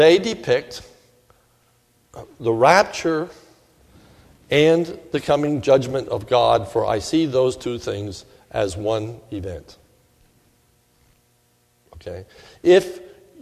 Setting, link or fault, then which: setting, large echoing room